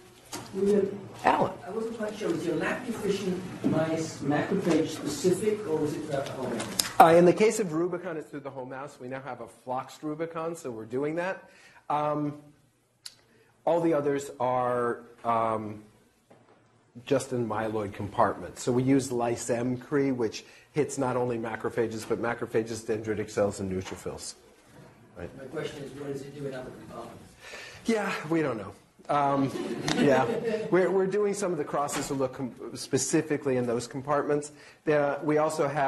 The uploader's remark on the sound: Norris Cotton Cancer Center Grand Rounds presented on October 24, 2017